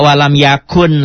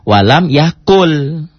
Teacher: Ya, ini hukum nun mati. Nun mati ketemu lam itu idgham bila guna. · Shown in: second take · Jadi dibacanya enggak walam yakun lagi, tapi walam yakul gitu.